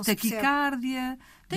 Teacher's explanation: Trata-se assim de uma palavra grave cuja sílaba tônica é a penúltima, pelo que não deve ser escrita com acento nem pronunciada com A aberto. Taquicardia é a forma correta.